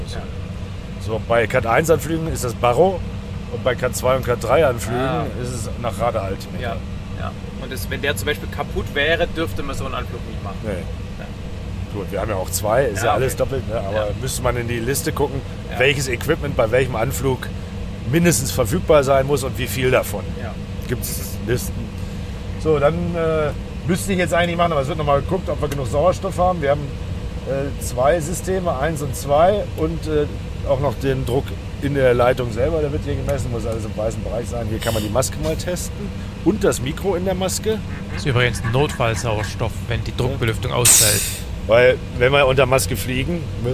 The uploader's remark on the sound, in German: Diese Episode ist auf diesen Flügen entstanden und enthält sowohl Aufzeichnungen von Briefing, Outside Check und der Arbeit im Cockpit. Frachtfliegerei mit Lufthansa Cargo's MD-11F.